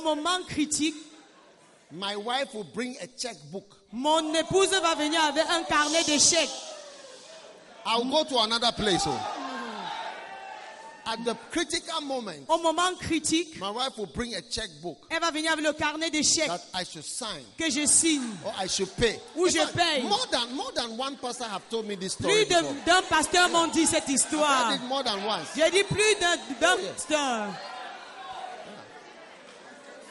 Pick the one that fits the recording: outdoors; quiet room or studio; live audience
live audience